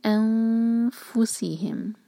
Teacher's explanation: فا ہم ادا کرتے ہیں اوپر کے دانت ہمارے نیچے والے ہونٹ پر لگتے ہیں · Term: اخفاء